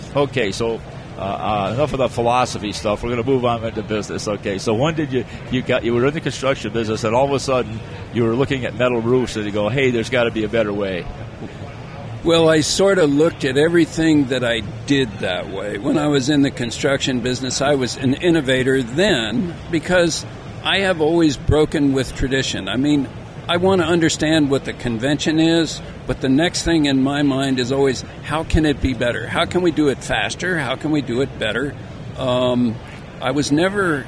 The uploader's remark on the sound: At the recent RE+ Conference in Las Vegas. Join us "on air" during this crazy busy conference.